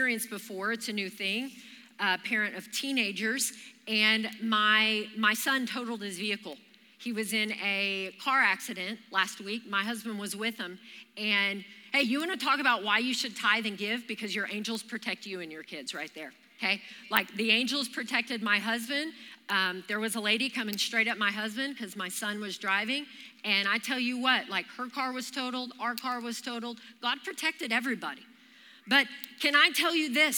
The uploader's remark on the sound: Recorded live during our Wednesday night service.